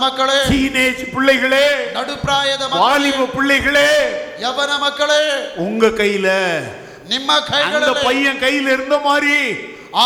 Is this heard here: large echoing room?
yes